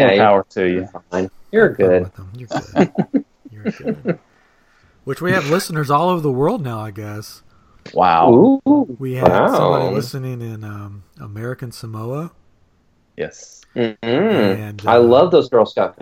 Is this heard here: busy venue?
no